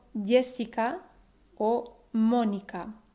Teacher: el último tipo de acento es en la antepenúltima sílaba third to last syllable en nombres como Jessica o Mónica.